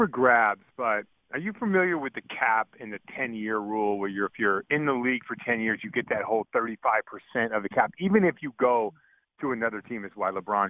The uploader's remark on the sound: called in to the Ben and Skin show